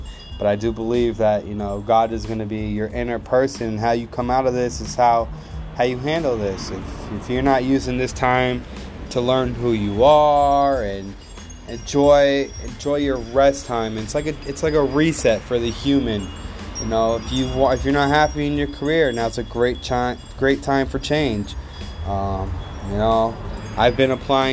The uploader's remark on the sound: Just guys drinking a nice glass of whiskey and enjoying a cigar outside telling stories. Sorry about the background noise.